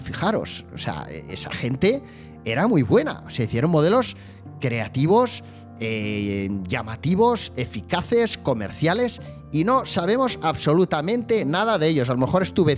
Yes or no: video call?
no